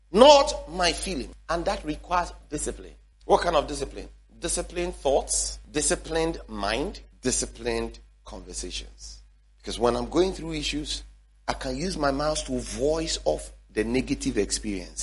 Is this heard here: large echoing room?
yes